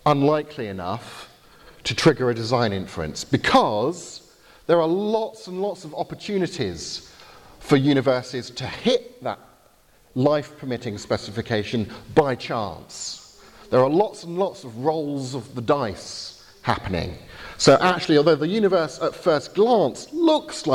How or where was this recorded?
live audience